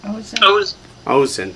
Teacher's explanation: the first word you have accents on the first syllable, and it's simply ozen.